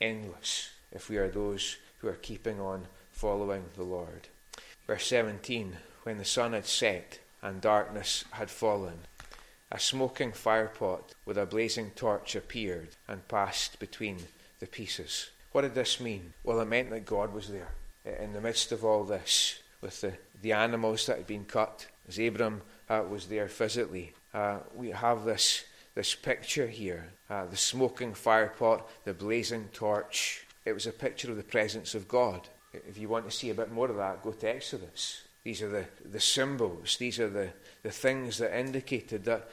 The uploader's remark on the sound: recorded at North Harris Free Church on the evening of Sunday 9th October 2022